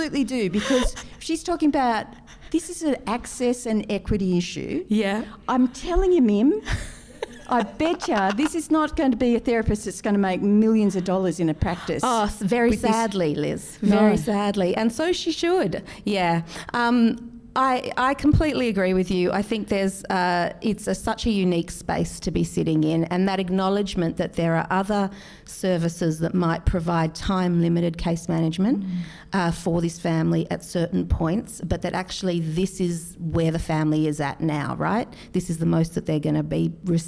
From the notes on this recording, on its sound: A recording from our very first LIVE SHOW! As part of the ANZSWWER Symposium in early November, the team hosted a recording session of the podcast in front of a live audience.